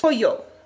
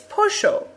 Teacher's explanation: Whereas in Argentina, the double L makes a sh sound. · Shown in: second take · So in Argentina, it's pollo. · Term: Argentinian accent